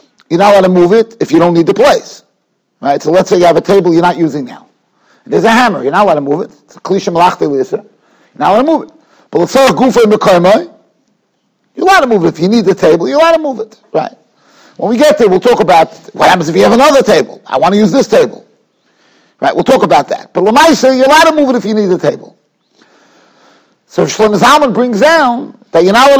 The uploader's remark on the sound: Shiur recorded in Yeshivas Ohr Reuven, Monsey, NY.